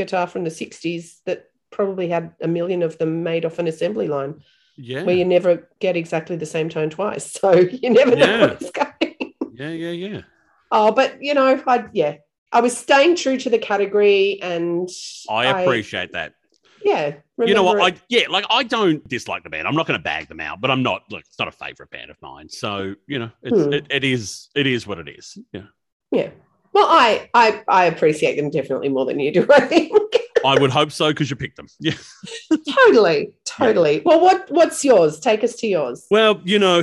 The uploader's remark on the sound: the sound is not as good, due to COVID we had to record on Zoom this time!